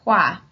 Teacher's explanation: Transformation is pronounced as hua. Hua. Yeah, it's the fourth tone.